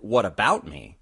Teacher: I put the emphasis on about. I put my intonation put emphasis on about.